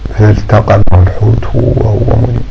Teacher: يحذر من أن تدخل تلك اللام تخفى في التاء وبدون أن تقلقل اللام فقط تظهر